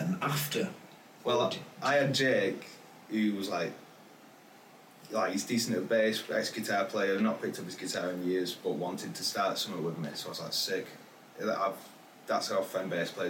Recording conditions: poor microphone